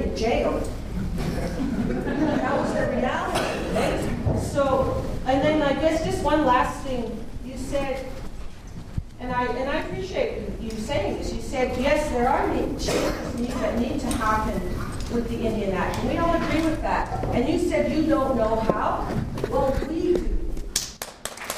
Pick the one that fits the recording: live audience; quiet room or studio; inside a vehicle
live audience